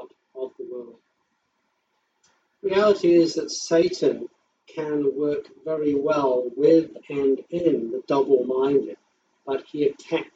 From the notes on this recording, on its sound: Service live streamed from home during lockdown. Audio recorded from livestream - quality not as good as normal.